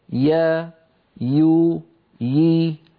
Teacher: وسط اللسان في الياء يرتفع ويتضيق مخرجها في مكان الذي نرى فيه النقطة البيضاء. · Term: الياء غير المادية